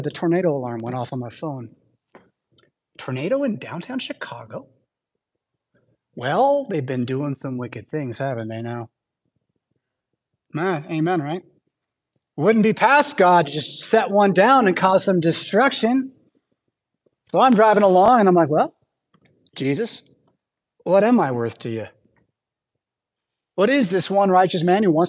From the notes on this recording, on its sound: Preached at St Paul Lutheran Church , Rockford, Illinois on Sunday July 16th, 2023.